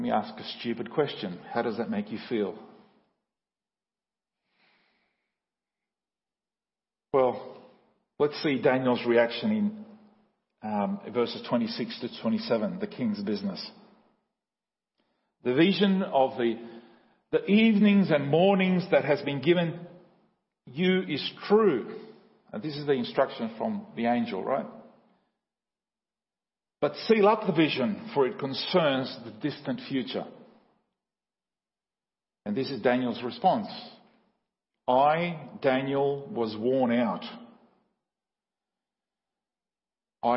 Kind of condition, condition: setting, large echoing room